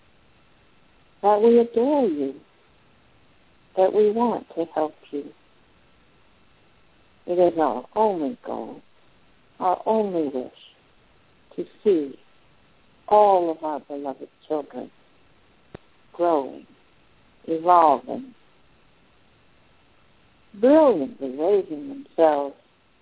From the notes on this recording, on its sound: The audio is not optimum, from a cell phone in Puerto Rico.